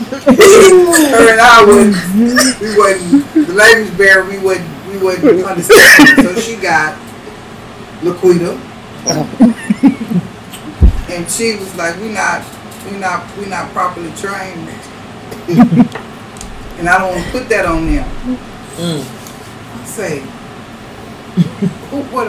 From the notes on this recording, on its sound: The audio sucks.